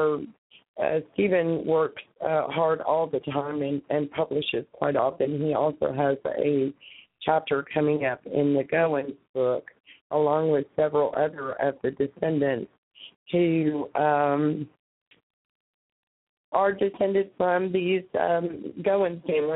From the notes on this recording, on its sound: Open Mic Sunday. Call in comments.